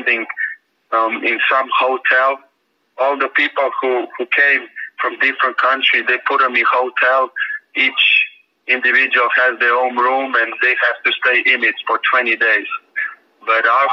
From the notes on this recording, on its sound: the Miami Heat set up a conference call